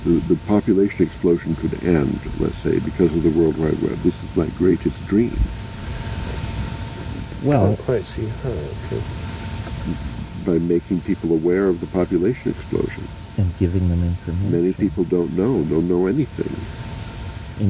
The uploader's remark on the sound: Recorded in Hawaii sometime in 1994, this was a private trialogue (conversation) between the three of them in the garden. They had the foresight to turn on a tape recorder that day.